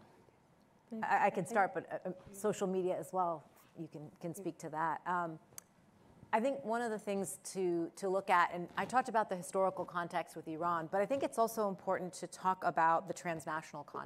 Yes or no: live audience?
yes